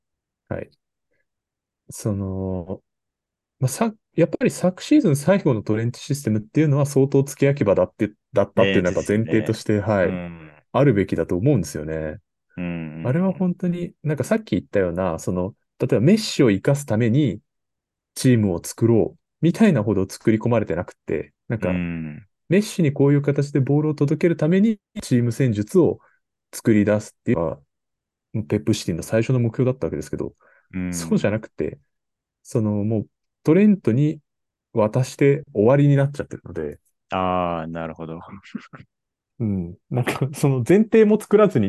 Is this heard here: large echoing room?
no